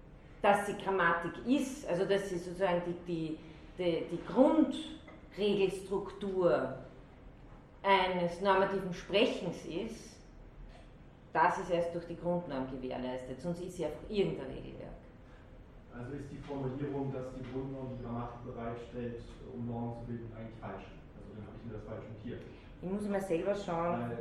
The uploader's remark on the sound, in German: Diese Vorlesung wurde von Studierenden der Uni Wien aufgezeichnet